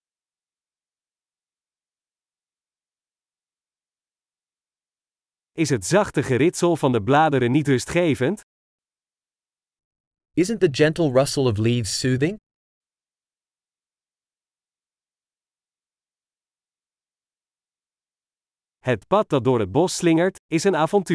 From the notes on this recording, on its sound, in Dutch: Is het niet heerlijk om deze eekhoorns te zien rondrennen? Het geluid van de kabbelende beek werkt therapeutisch. Het panorama vanaf deze heuveltop is adembenemend.